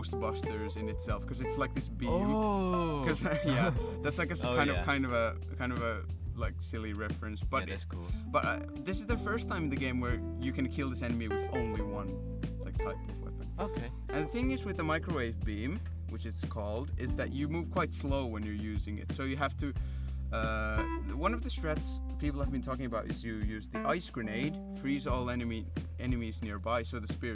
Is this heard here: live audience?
no